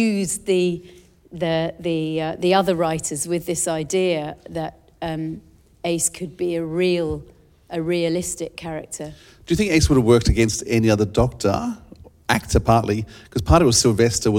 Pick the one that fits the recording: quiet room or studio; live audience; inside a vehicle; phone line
live audience